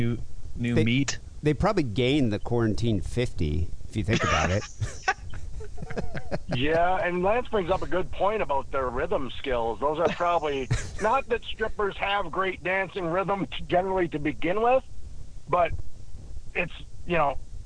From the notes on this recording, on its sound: Phone calls.